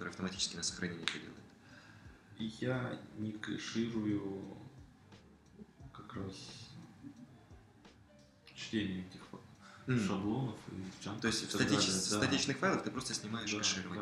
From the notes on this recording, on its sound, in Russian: Приношу свои извинения за столь долгий релиз и низкое качество записи — это мой первый опыт в записи и работе со звуком.